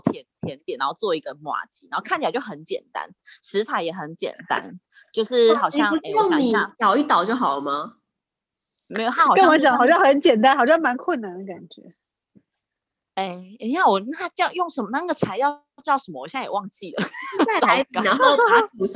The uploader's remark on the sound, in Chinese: 久違的遠端錄音